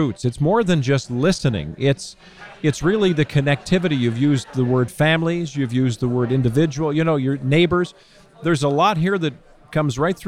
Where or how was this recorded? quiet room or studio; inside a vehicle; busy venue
busy venue